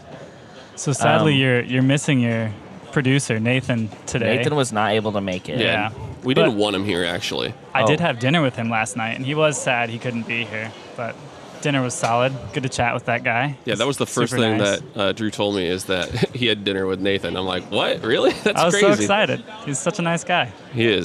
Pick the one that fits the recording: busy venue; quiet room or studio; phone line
busy venue